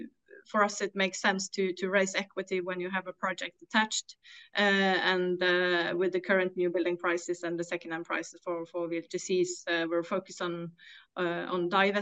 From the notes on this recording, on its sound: LPG Shipping Sector Webinar